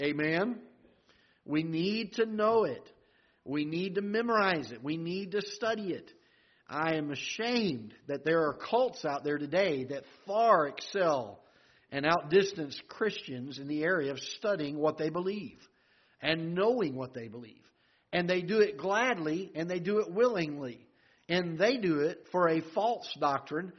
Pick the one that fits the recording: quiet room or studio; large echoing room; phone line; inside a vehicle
large echoing room